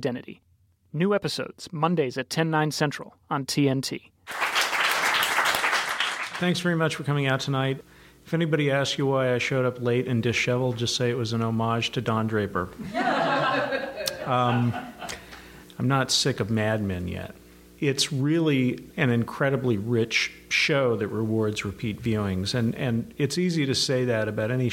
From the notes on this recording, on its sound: Live in Brooklyn. Selections from live appearances.